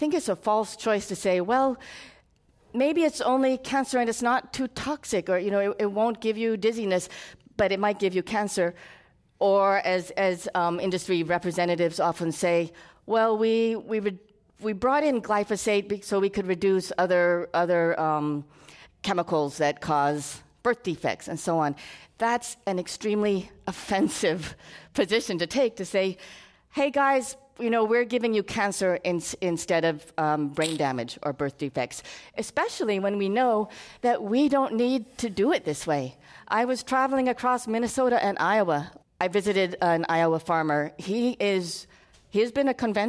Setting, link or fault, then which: setting, live audience